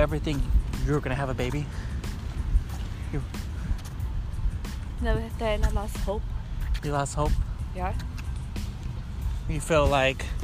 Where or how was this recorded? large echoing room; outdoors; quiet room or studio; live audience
outdoors